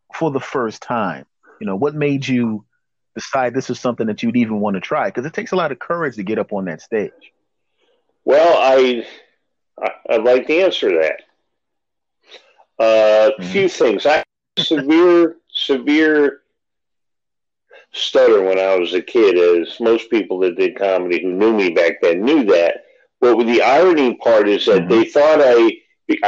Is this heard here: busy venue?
no